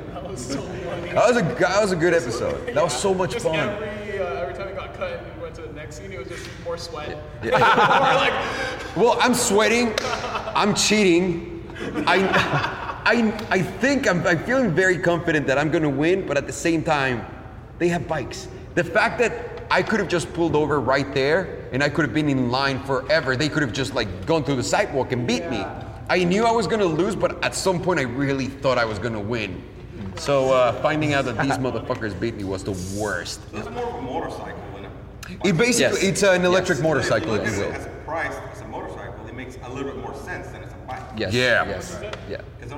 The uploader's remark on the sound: We hosted a live event, podcast, and Q&amp;A session with a small group of pro subscribers. We hosted a live event, podcast, and Q&A session with a small group of pro subscribers.